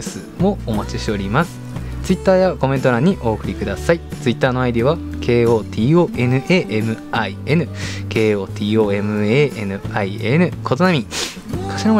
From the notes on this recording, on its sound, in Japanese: 今回は初めての外収録！私が自粛期間ということもあり、密室での収録を避けました。